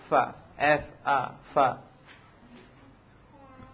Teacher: Yang pertama bagian dalam bibir bawah dengan ujung gigi sari atas, keluar huruf fa.